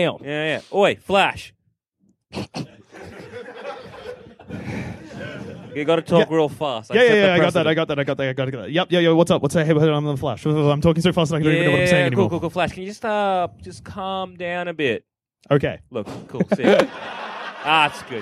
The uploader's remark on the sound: Part of our 2017 UK Tour. Recorded at the Banshee Labyrinth in Edinburgh.